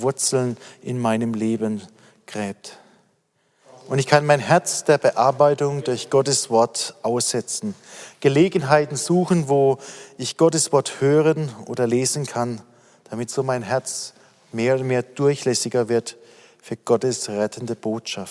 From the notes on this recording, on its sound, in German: aus dem Online-Gottesdienst der Missionsberg-Gemeinde (Liebenzeller Mission)